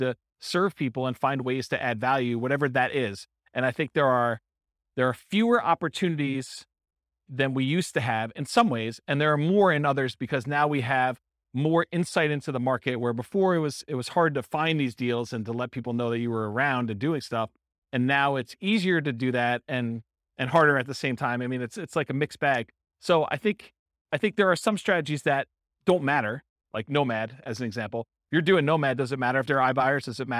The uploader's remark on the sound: In Round Rock, Texas. This was a live class recorded to give investors a solid qualitative overview of all the different real estate investing strategies.